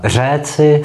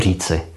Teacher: docházelo k takzvanému úžení dlouhého E na dlouhé I